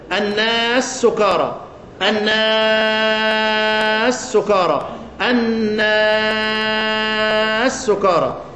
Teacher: المد ده وان كان شكله من قبيل المد اللازم ولكن يجوز فيه القصر والتوسط والمد عند ابي عمرو